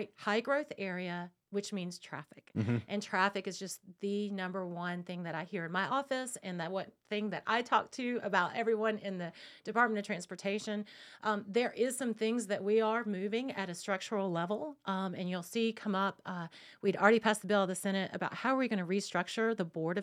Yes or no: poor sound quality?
no